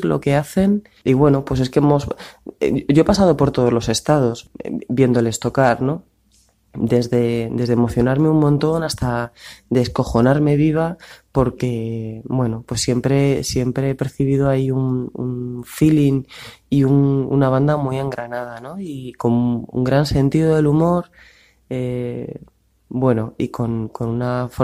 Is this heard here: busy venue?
no